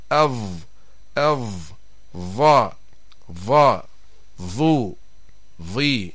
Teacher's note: لكن الاختلاف بينها يكون في وضع أقصى اللسان من جهة الحلق طبعا من الداخل، فالضاء فيها استعلاء لأقصى اللسان، وفيها تضييق للحلق لرجوع لسان المزمار إلى الوراء